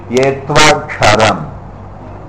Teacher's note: It should be yetvak sharam. You just jump over the K. You don't pronounce the K. Yetvak sharam.